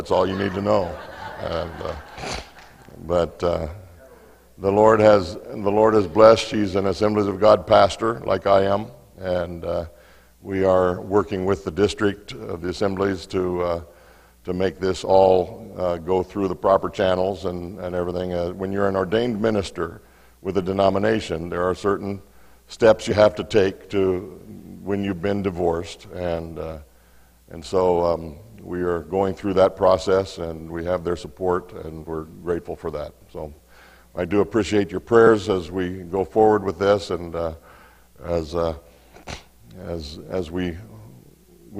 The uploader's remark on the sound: Mt. Zion Church Live!